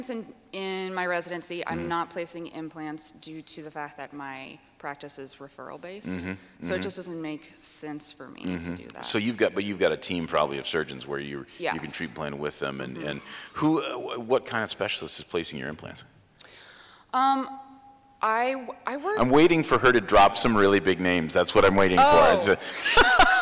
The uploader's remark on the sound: Live at the Voices of Dentistry